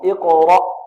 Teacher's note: كلمة اقرأ فخم الراء لأنها مفتوحة.